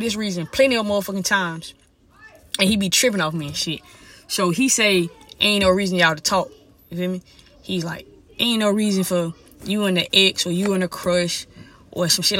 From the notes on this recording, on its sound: Uncensored Parked Car Conversation.